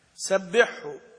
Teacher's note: نبه على الإظهار في هذا الحاء عند الهاء، لأن الحاء والهاء متجانسان